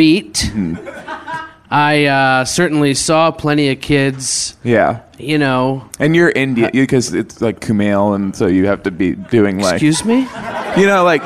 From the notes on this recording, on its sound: Coming at you live from LA Podfest. Then, the live Popcorn Gallery asks about branding and making movies on computers.